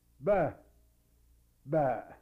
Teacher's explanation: It has a long vowel. The glottal catch that you hear is a junctural feature. It doesn't belong with the word.